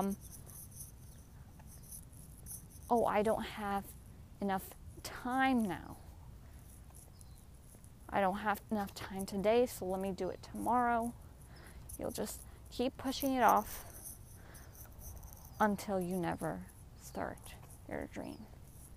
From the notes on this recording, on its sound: Walk and talk with me.